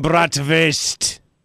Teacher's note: The W is pronounced with a V.